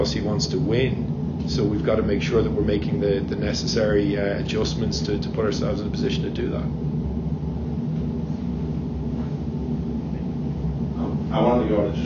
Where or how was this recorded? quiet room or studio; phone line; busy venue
busy venue